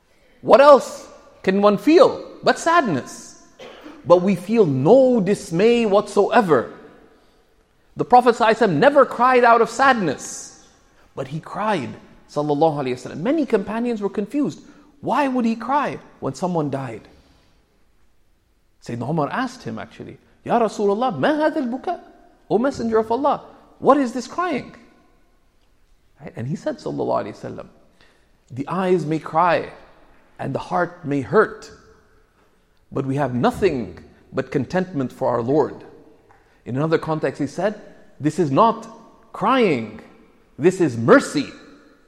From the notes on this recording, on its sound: This Friday khutba was delivered at Sayeda Khadija Centre in Mississauga.